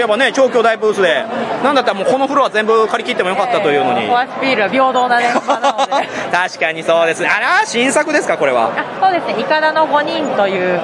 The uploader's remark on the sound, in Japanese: 会場インタビュー＆懇親会。会場収録のため、騒音雑音が激しく入っております。